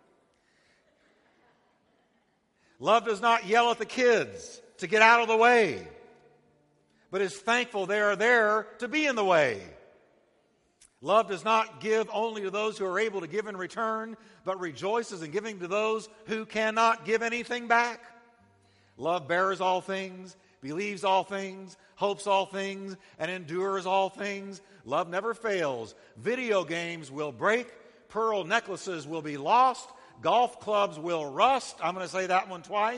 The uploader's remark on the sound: Christmas Eve Service